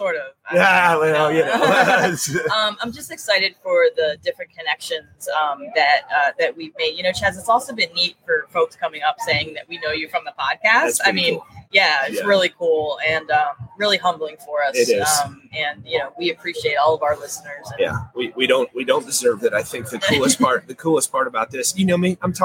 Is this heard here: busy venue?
yes